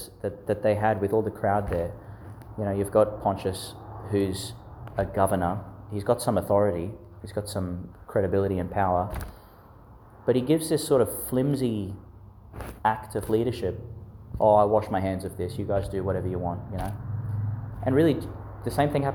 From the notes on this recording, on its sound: Homily for the Twentieth Sunday in Ordinary Time, delivered in St Peter Chanel Church, Miriam Vale, Qld.